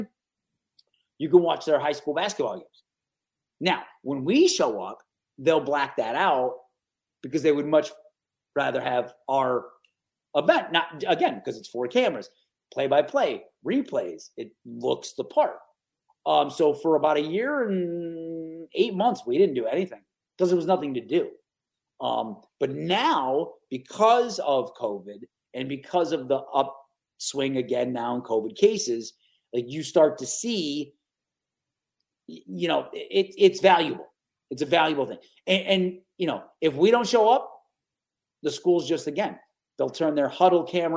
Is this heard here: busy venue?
no